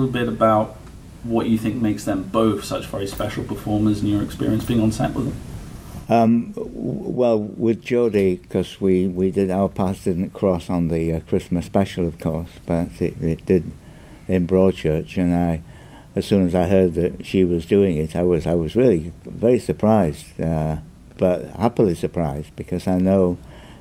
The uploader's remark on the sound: Recorded, at MCM London 2017, here’s the full press panel.